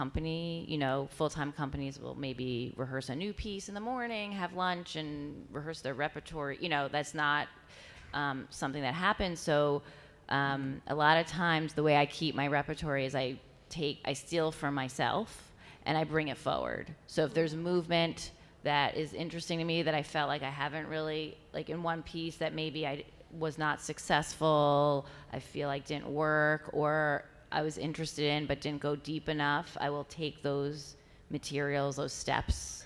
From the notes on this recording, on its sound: LIVE from The Kennedy Center. Today’s episode was recorded live at The Kennedy Center on Saturday June 1, 2019 before the matinee performance of Miami City Ballet as a part of Ballet Across America.